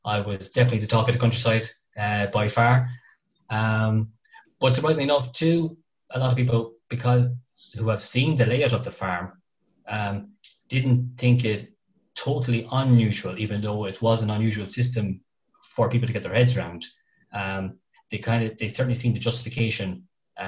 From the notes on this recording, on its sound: Teagasc is running a weekly Let's Talk Dairy webinar series which is also being made available as a bonus podcast episode. In this webinar, as part of the Once-A-Day Conference.